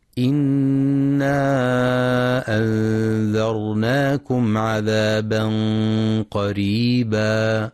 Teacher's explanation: ينتبه القارئ لترقيق راء قريبا، فبعضهم يفخمها خطأ بسبب مجاورتها للقاف المفخمة فيقرأ خطأ قريبا.